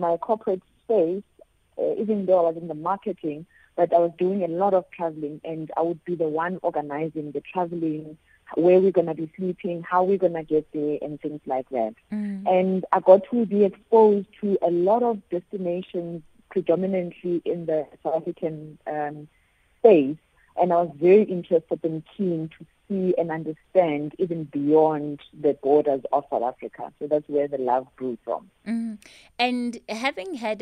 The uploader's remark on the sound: She now joins us on the line.